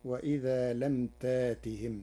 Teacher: قرأ ورش كلمة تأتهم بإبدال الهمز الساكن ألفاً من جنس حركة ما قبله مع حذف الهمزة، فتصير وإذا لم تأتهم.